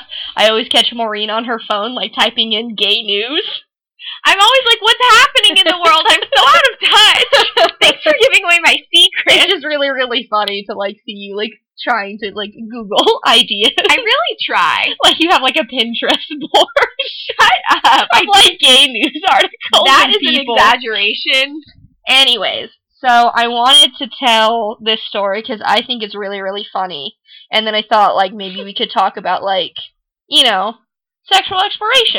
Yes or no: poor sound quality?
yes